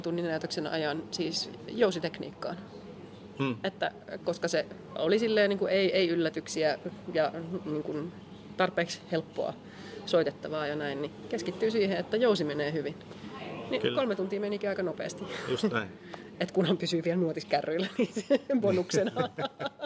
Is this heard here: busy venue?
yes